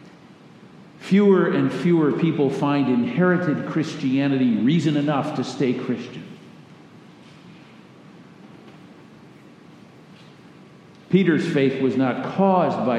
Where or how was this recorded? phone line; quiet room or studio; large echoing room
large echoing room